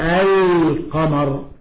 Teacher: لما نقول القمر ظهرت اللام